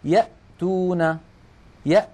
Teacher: الهمزة مثلا يأتون، يأ، نلاحظ بأن الهمزة من أقصى الحلق، والهاء من نفس المكان، يهتدون، اهدنا، اه، هو. فالهمزة والهاء تخرج من أبعد منطقة من الحلق